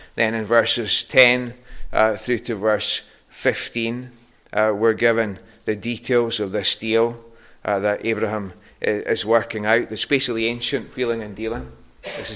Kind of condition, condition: setting, large echoing room